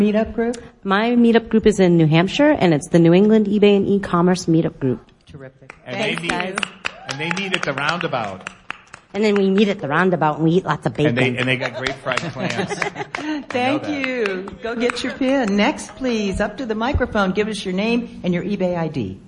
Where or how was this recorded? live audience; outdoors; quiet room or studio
live audience